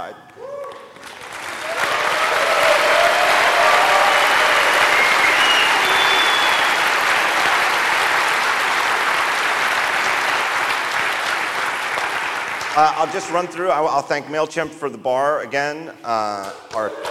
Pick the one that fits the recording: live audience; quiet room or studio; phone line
live audience